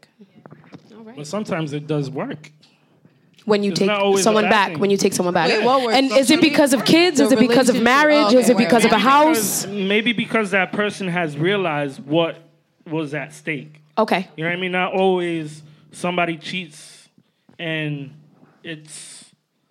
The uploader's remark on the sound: Spark Up went LIVE! Recorded live at Trade Pop-Up.